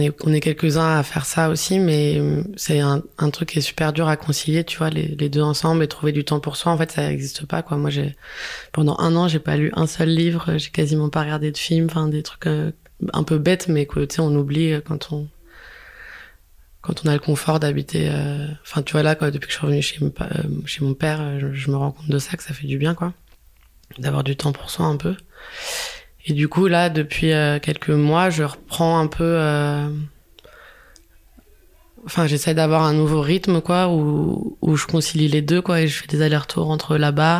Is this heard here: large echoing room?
no